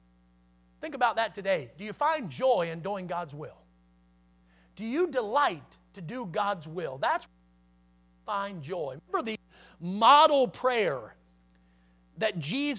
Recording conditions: large echoing room